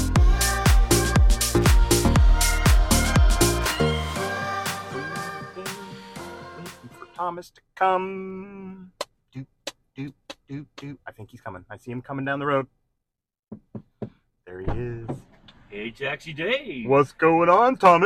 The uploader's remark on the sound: The candid audio of an actual taxi ride.